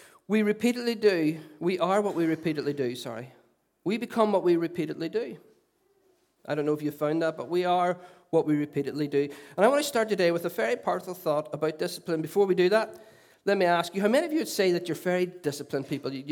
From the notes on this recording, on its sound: Recorded at our Storehouse Venue at 11am on Sunday 29th January 2017.